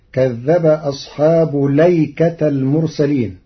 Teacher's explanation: قرأ ورش لفظ الأيكة بلام مفتوحة من غير همز قبلها ولا همز قطع بعدها ونصب التاء فتصير كذب أصحاب ليكة المرسلين، وهي غير منصرفة للعلمية والتأنيث لإضافتها إلى أصحاب.